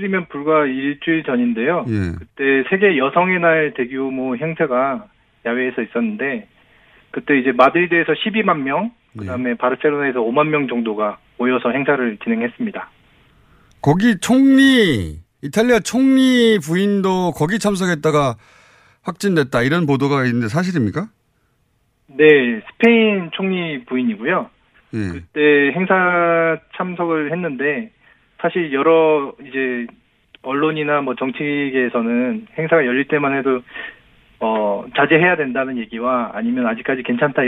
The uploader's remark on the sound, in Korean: 전화연결 이탈리아 전역이 '레드존'. (이탈리아 교민). 전화연결 의회까지 폐쇄한 스페인. (스페인 교민).